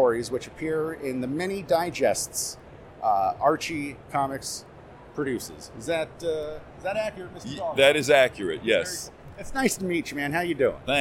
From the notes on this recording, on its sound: South Carolina's premier comic convention. Had an opportunity to speak with these gentleman from the convention floor.